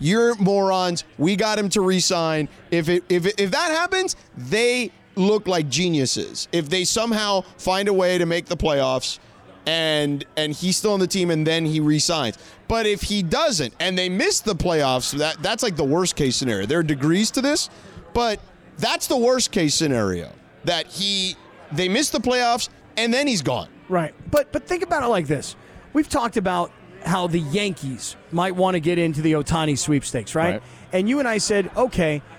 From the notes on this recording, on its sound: joined the show live from Danny K's